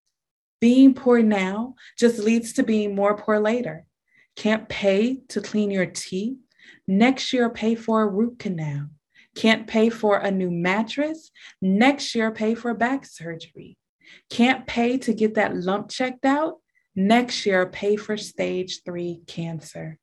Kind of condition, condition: link, video call